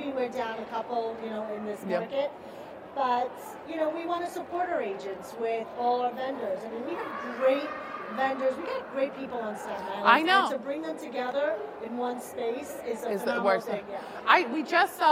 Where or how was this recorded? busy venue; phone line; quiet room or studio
busy venue